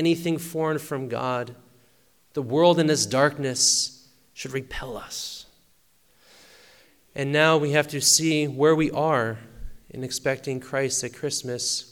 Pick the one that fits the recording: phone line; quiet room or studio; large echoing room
large echoing room